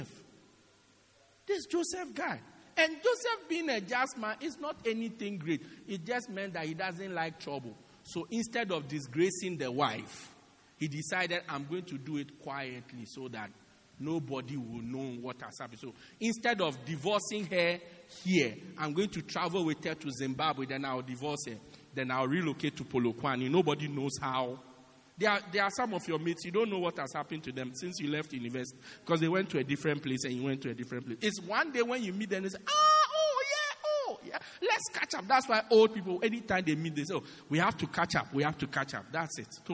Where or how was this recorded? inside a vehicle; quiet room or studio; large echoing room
large echoing room